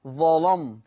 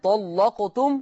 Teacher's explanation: تغليظ اللام في لفظ طلقتم وفي لفظ ظلم